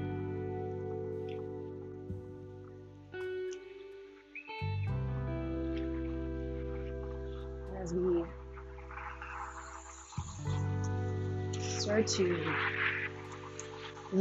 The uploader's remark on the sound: Recorded on a neighborhood walk, this episode has some ambient noise